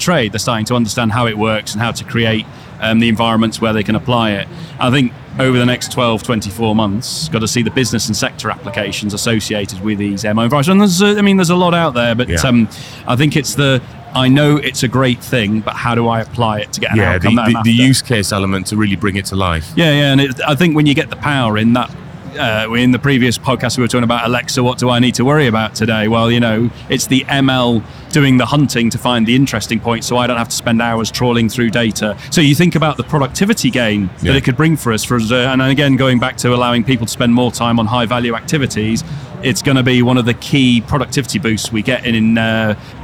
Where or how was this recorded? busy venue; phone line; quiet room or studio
busy venue